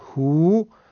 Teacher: وقتی که ما واو مفتوح رو بخوایم وقف بکنیم باید واو ساکن بشه دیگه، پس ما فتحش رو انداختیم ساکن شد. بنابراین هو وقتی که میاد خونده میشه هو، وقف اسکان اتفاق افتاده، چون واو مفتوح واو ساکن شده